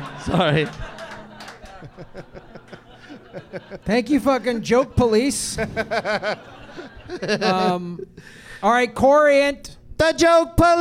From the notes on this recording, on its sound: Live from the American Comedy Co. In Sweet Home San Diego.